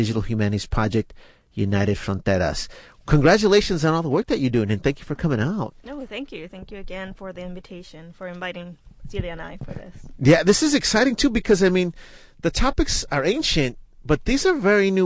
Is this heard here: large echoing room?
no